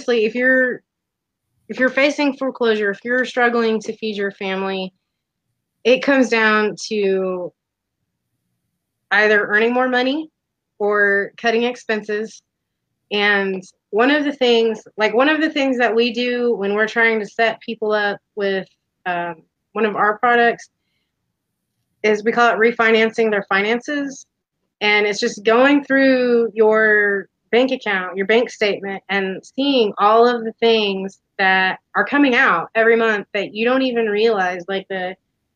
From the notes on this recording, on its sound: The audio may be a little choppy.